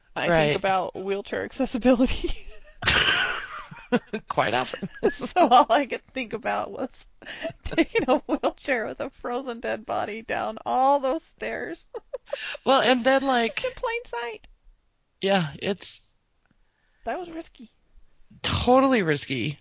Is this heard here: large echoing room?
no